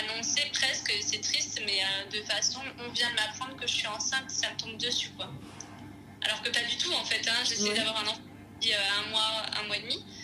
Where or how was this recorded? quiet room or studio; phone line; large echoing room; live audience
phone line